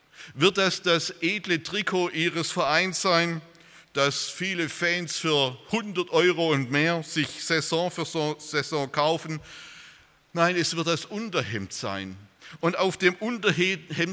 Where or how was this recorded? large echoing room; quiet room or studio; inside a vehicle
large echoing room